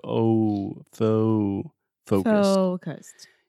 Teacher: With the first O sound in the word focused, this is a pretty intense moving vowel. So you really want to start with the O, O, and then move that into a U